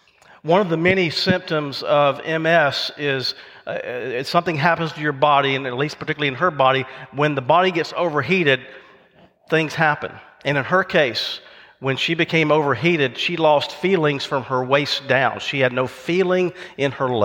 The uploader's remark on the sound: recorded live at Covenant